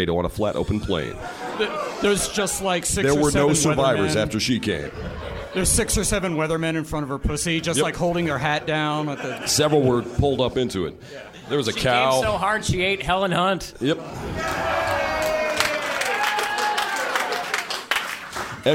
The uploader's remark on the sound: From the raucous Grumpy's Bar in Downtown Minneapolis, The F Plus Live is back!